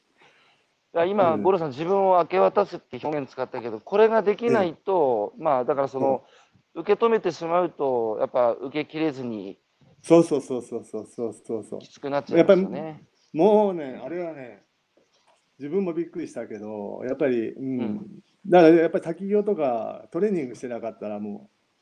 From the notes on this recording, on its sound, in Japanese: 歩きながら1時間、対談する